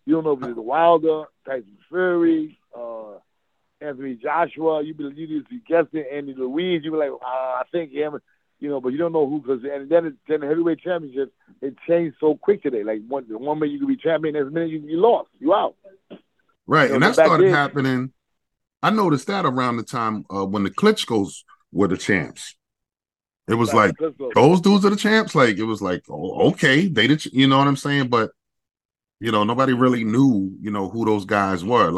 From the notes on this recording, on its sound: The phone interview was live